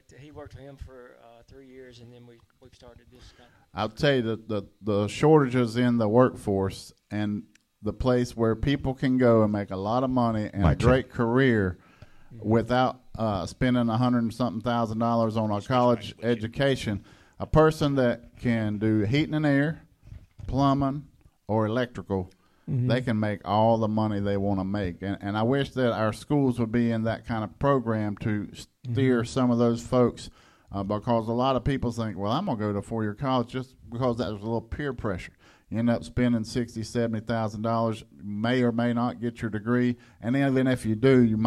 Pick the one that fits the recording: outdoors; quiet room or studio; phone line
phone line